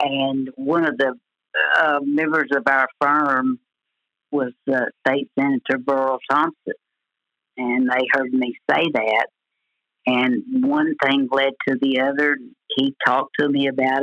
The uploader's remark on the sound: joins us on the phone from her home in Paragould